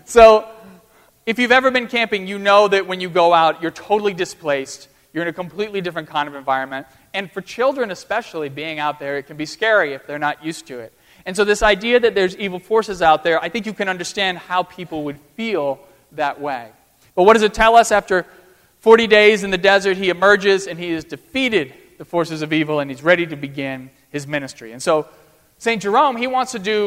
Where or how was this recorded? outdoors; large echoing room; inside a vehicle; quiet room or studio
large echoing room